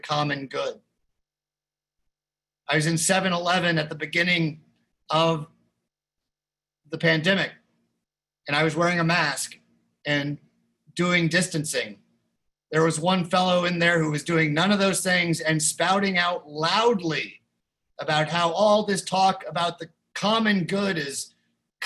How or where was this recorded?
video call